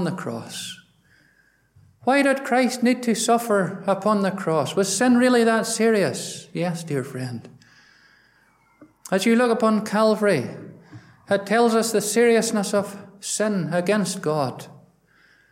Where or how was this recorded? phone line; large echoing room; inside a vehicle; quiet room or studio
large echoing room